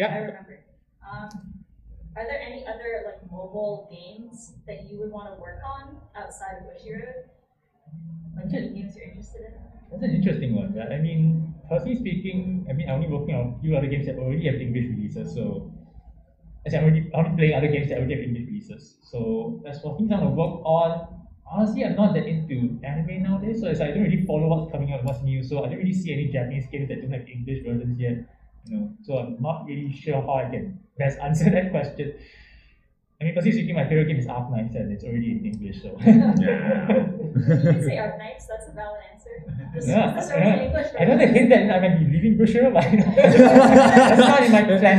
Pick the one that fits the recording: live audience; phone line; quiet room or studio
live audience